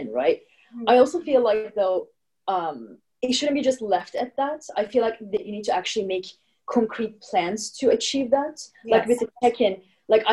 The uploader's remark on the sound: Editing our zoom podcast.